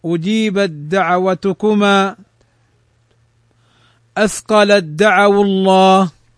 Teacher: وتضغم التاء في الدال وكذا العكس